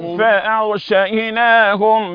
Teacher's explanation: أسمع الغرغرة اللي في الغين